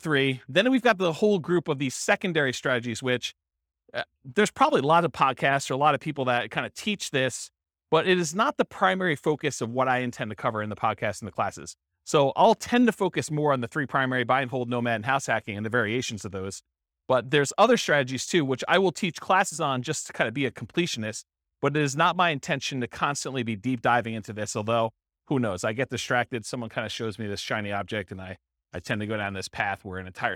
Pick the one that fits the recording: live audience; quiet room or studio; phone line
live audience